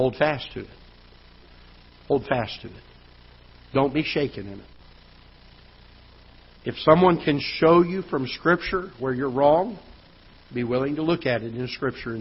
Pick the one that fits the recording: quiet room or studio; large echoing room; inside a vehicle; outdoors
large echoing room